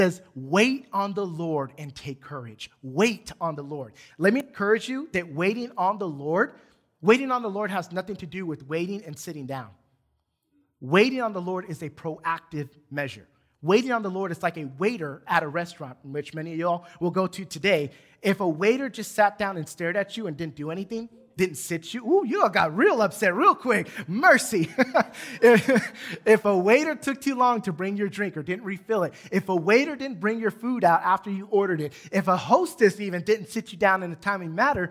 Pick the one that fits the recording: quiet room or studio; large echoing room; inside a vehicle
large echoing room